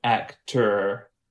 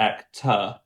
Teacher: So for example, as a very broad stroke, very general thing, because Americans tend to say all of their R's in a place as an R, then the back of the tongue tends to sit up a little higher than in England · Shown in: first take · because we tend not to say them if it's not followed by a vowel.